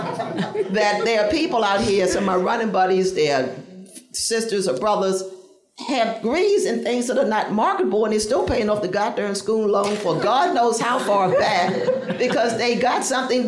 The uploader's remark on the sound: This is a live recording. To celebrate 50 years of women running the Boston Marathon.